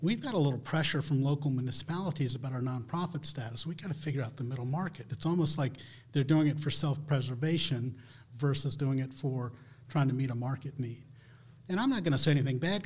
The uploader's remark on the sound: Recorded at Senior Living 100 Conference. Recorded at Senior Living 100 Conference.